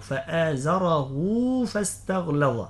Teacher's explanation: ننطقها هاء بعدها واو، هي مرسومة في المصحف هاء عليها ضمة، لكن في النطق هاء واو، ننطقها هاء واو، فآزره فاستغلظ.